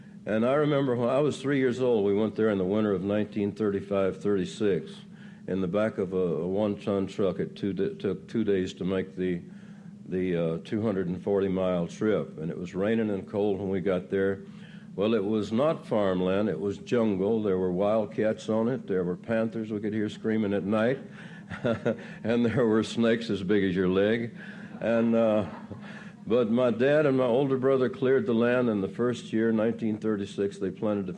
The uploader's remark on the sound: Recorded at the 1988 Academy of Achievement Summit. Asnwered a few questions from the students.